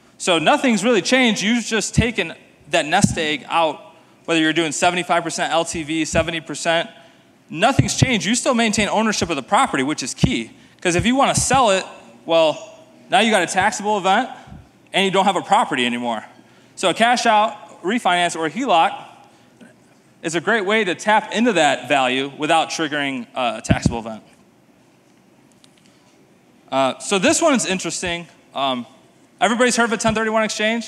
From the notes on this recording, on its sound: this is the full presentation I gave at the STR Wealth Conference in Nashville